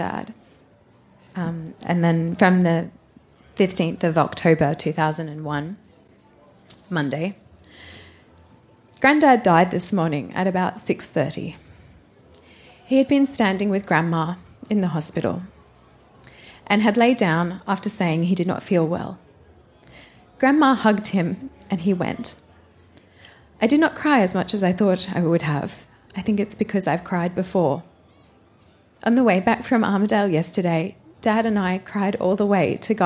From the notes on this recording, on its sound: Recorded live at the Woodford Folk Festival